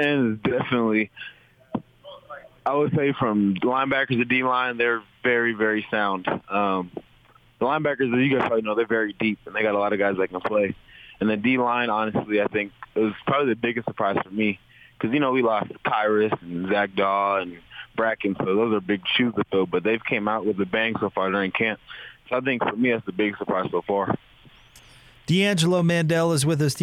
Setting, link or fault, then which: link, phone line